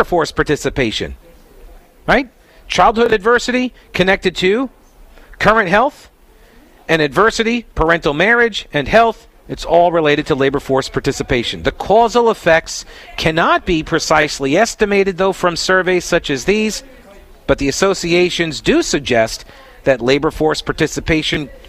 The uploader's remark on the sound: Broadcasting live from the 31st Annual Union County CrimeStoppers BBQ event!